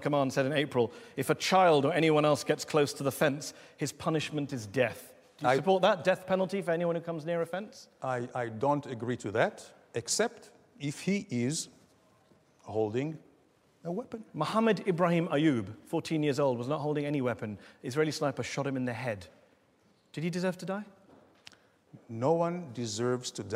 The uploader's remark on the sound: Head to Head is Al Jazeera's forum for ideas, a gladiatorial contest tackling big issues in front of an opinionated audience at the Oxford Union.